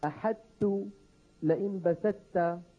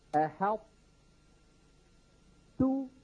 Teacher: لا هو إظهار يقرع اللسان الطاء وتتقلقل، ولا هو إدغام يبطل الطاء بالكلية · Shown in: second take · بحيث إن اللسان لما يصعد فيقرع غار الحنك الأعلى يقرع على طاء، ولما يبتعد عن غار الحنك الأعلى يبتعد عن تاء، يبتعد عن تاء. · Term: إدغاما ناقصا